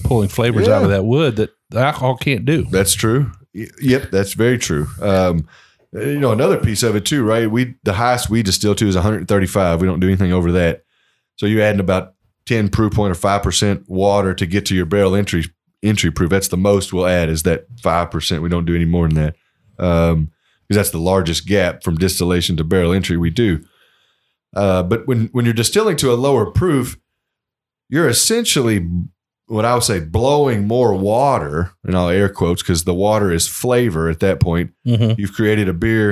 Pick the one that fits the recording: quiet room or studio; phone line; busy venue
quiet room or studio